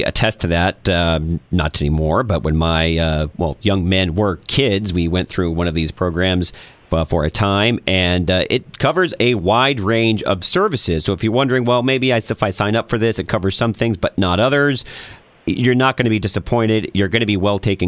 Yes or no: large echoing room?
no